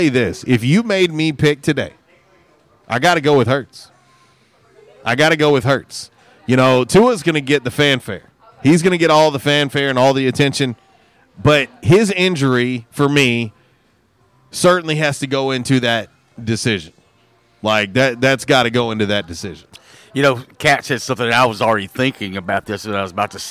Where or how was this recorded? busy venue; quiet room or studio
busy venue